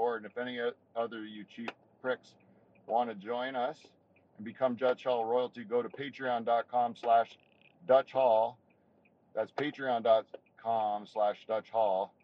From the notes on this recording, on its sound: First of all, sorry about the audio.